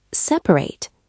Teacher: Three syllables. The middle vowel is a schwa, spelled A because of separation.